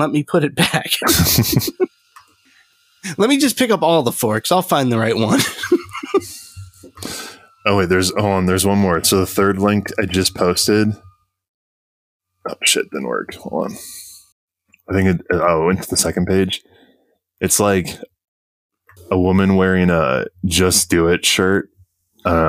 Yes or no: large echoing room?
no